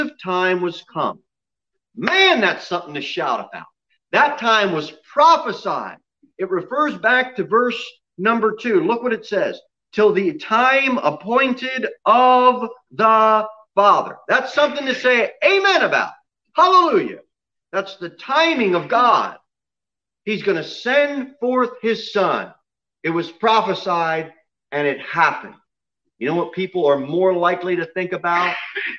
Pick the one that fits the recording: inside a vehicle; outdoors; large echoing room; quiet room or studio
large echoing room